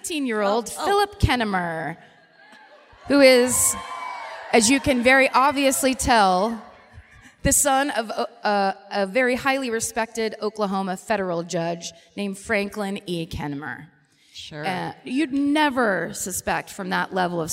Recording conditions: live audience